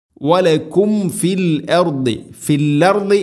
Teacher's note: സാക്കിന മീമിന് ശേഷം ഫ, വലക്കും ഫി. മീം സാക്കിനക്ക് ശേഷം ഫ വന്നാൽ രണ്ട് ചുണ്ടുകൾ തമ്മിൽ തട്ടിച്ച് മീമിനെ പൂർണ്ണമാക്കണം.